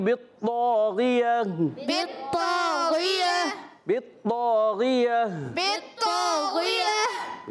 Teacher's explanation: گول تا کو وقف کی صورت میں ہا سے بدل دیں گے تو آواز آئے گی بطاغیہ، بطاغیہ، بطاغیہ، بطاغیہ.